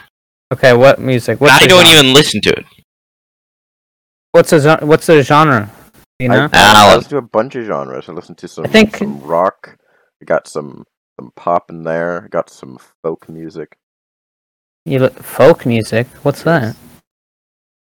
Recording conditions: poor sound quality